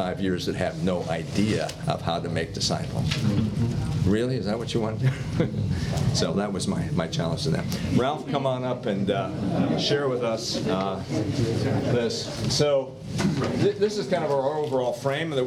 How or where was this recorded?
busy venue